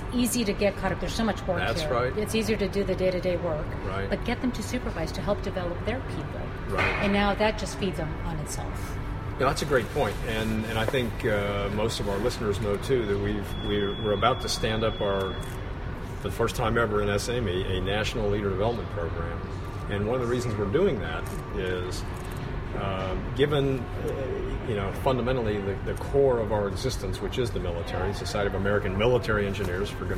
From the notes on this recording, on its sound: live from the NAVFAC EURAFSWA-SAME Government-Industry Engagement Forum in Naples, Italy